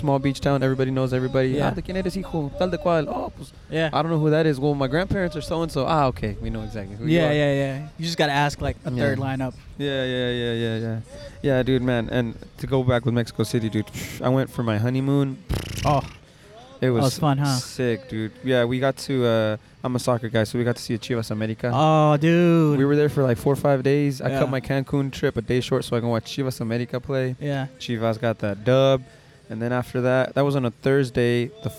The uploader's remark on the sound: Recorded Live from The Footy Festival 2.0.